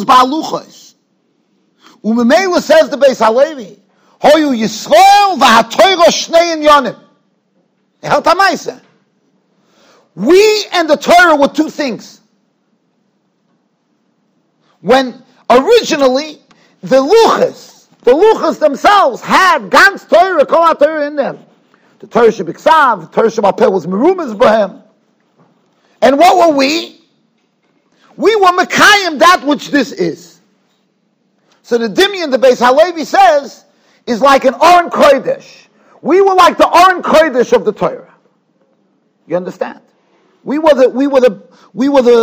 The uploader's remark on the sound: Shiur recorded in Yeshivas Ohr Reuven, Monsey NY.